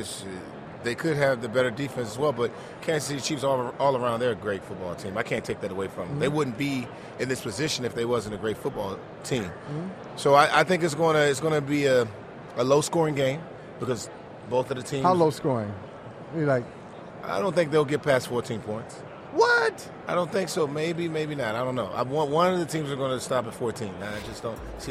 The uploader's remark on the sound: live on Radio Row for the Super Bowl